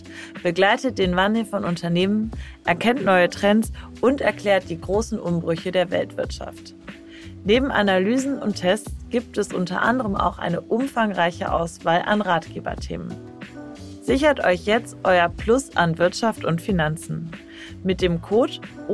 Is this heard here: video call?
no